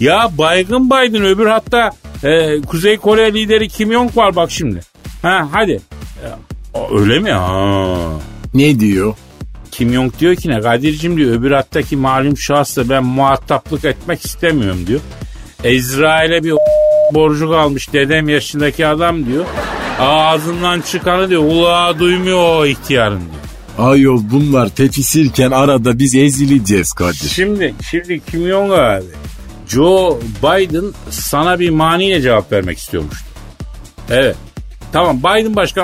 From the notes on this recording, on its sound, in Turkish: telefon görüşmesi.